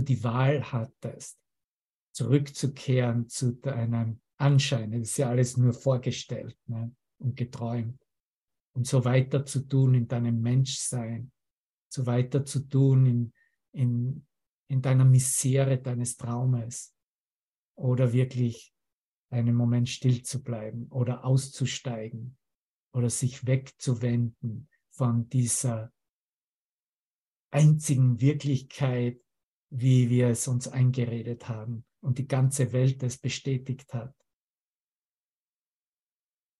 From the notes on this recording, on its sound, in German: Zoom-Session. Veranstaltet von der Aleph Akademie.